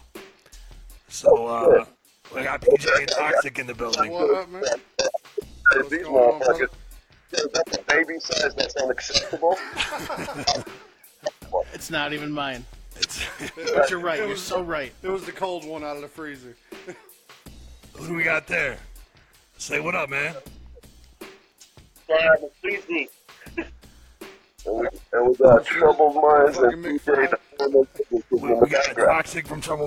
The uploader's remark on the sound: calls